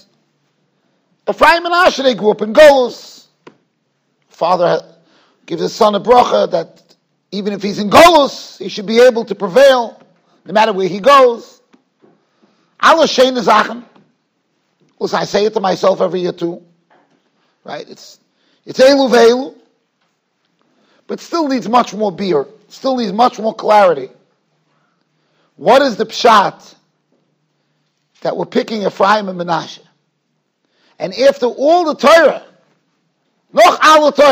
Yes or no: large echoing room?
yes